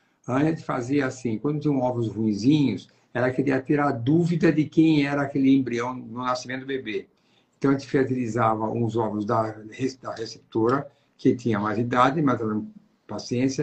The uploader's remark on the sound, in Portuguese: Nesta Live realizada pelo Instagram